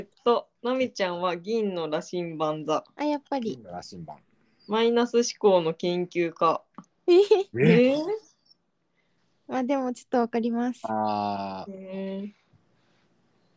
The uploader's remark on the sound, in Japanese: 今日は久しぶりに遠隔収録